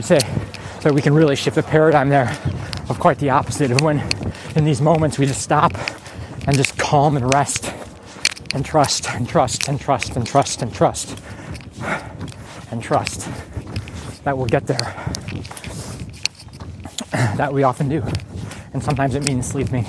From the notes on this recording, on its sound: Recorded while on a 10K Training Run